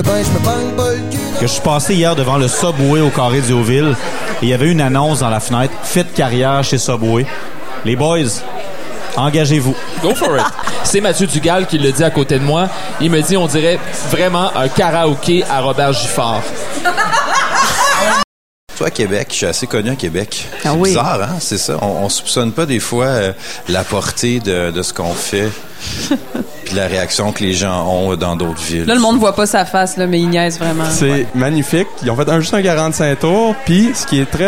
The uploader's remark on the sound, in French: Émission spéciale sur le Festival d'été de Québec, en direct du bar Le Sacrilège, diffusé à CKRL 89,1.